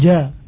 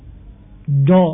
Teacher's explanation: istifal dan infitah, tipis, terbuka, menjauhnya lidah dari arah langit-langit · Shown in: first take